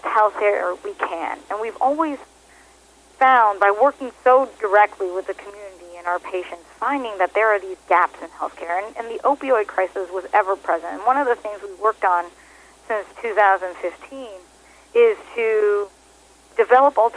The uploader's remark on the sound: called in to SmallCapVoice.